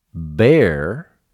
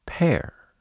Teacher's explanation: Yep, it's bear, which means a P and a B make the same sound, except that the B is voiced · Shown in: first take